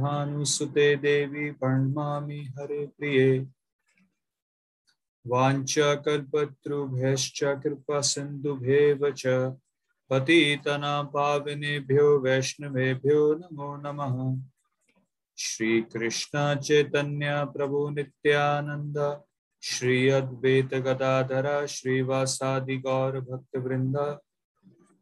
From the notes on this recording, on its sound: Zoom recorded class.